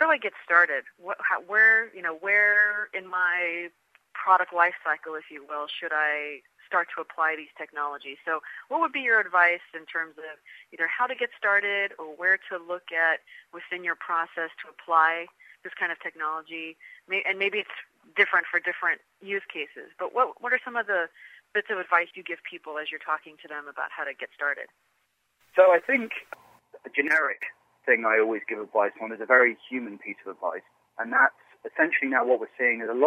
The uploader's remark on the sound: Hear a phone conversation.